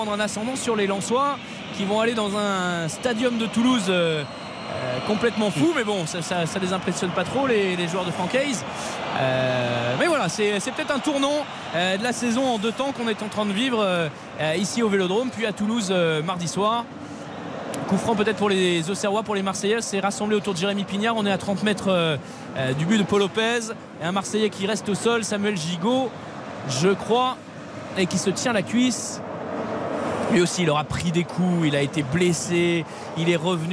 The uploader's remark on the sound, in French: en direct du Vélodrome